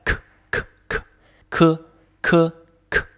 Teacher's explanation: 声音，普通话百日训练。第十四天，舌根音，可。发这个音的时候，注意，第一呢，它是舌根发出来的，是我们的舌头的后面根部和我们的喉咙软腭形成阻碍，气流喷出来